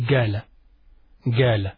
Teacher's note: in some Arabic colloquial language today, they use the pronunciation ga for the qaf. Instead of saying qala, they say gala, gala.